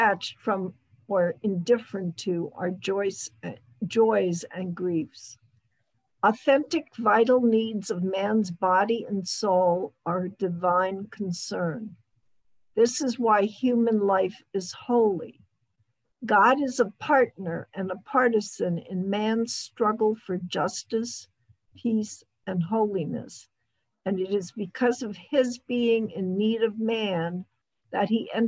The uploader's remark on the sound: This audio was originally captured from Zoom